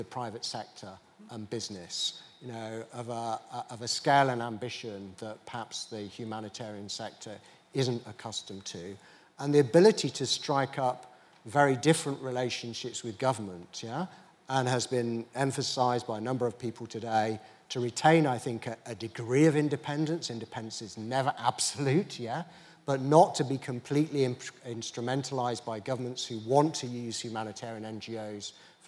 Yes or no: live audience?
yes